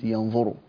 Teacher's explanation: فالنون الساكنة التي بعدها حرف الاستعلاء تفخم